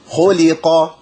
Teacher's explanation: اللام حرف ضعيف لا يفخم إلا في اسم الجلالة، ودي مش اسم الجلالة